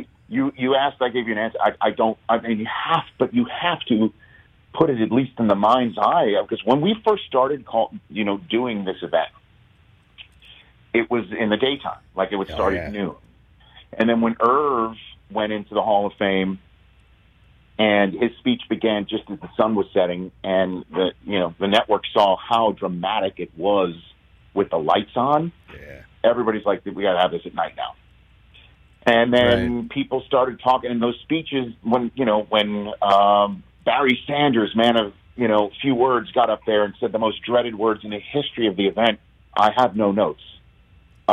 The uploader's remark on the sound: calls in from Canton, Ohio